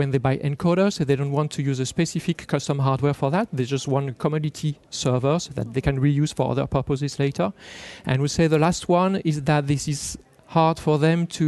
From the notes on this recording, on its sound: Intel Chip Chat LIVE from IBC 19 in Amsterdam.